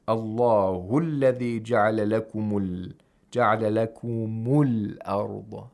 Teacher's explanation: the hamzatul wasl of al arda is not pronounced